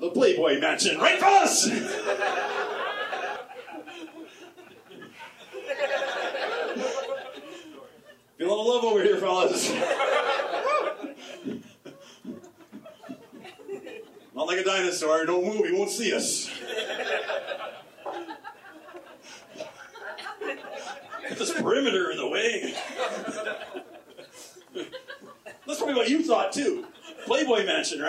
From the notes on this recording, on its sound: Stand Up, Live at the Comedy Factory.